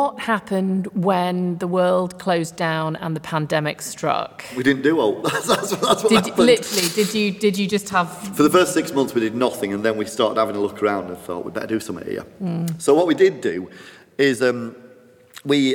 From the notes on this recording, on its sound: in the Concert Hall at Skipton Town Hall